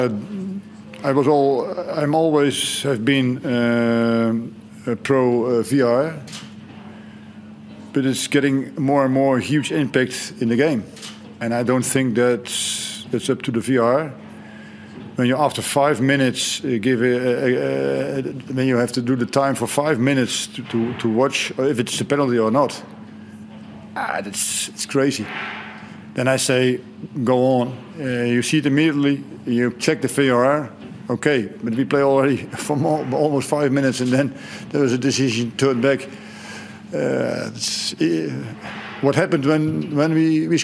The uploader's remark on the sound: Hyundai A-League 2019/20 Round 1 post match press conference. At Coopers Stadium.